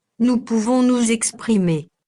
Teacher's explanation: that S there is going to run through because we've got a vowel there